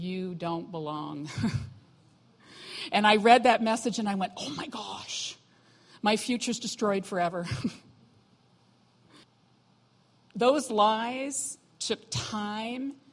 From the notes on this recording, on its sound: was recorded on Sunday, August 27, 2017, during morning service at Celebration Life Family Church.